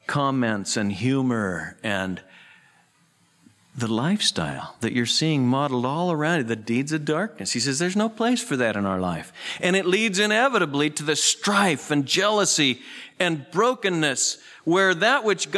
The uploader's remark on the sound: Southwest Bible Church in Beaverton Oregon